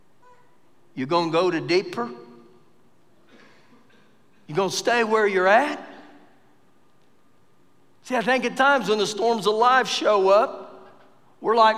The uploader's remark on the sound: Recorded live during our Wednesday night service